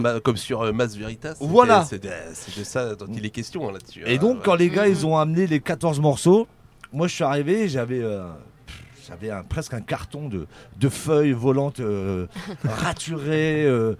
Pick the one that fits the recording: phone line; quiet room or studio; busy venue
busy venue